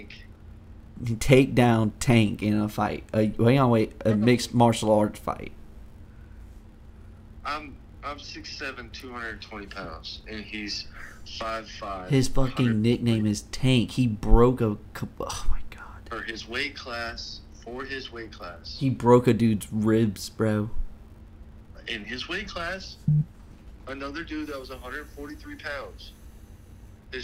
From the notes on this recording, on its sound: on the phone